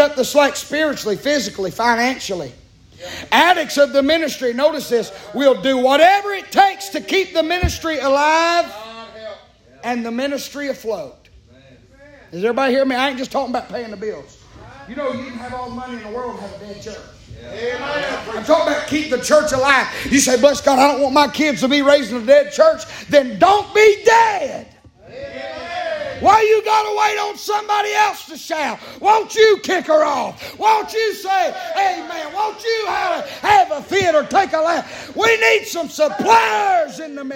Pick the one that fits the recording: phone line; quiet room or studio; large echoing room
large echoing room